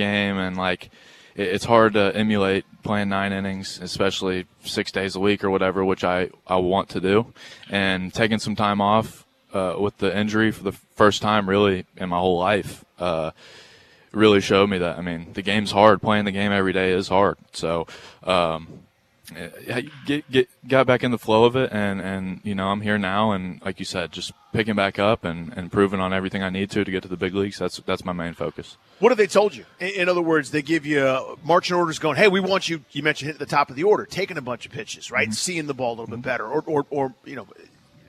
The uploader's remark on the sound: Live from the home of the Bowie Baysox as the Harrisburg Senators are in town for a week long series.